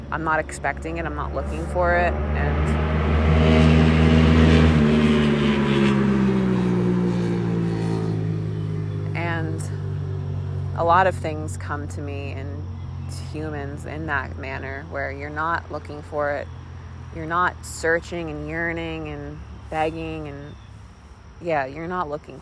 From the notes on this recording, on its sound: This first episode was recorded in South Mountain Reservation, West Orange, NJ. Sitting at the top of a hilly field.